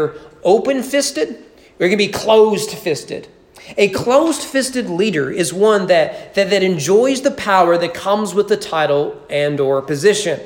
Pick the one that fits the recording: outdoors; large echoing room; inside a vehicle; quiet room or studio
large echoing room